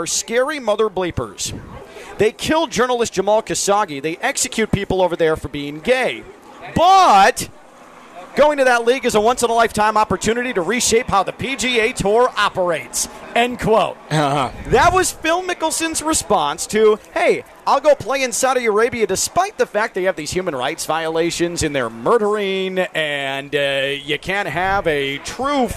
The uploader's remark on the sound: Joins us live from the HONDA CLASSIC.